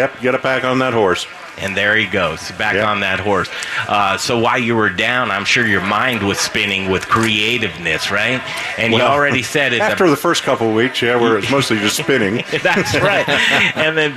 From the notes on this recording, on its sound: We're live at Bruz Beers for their one year anniversary party! There's live music, food, games and much more!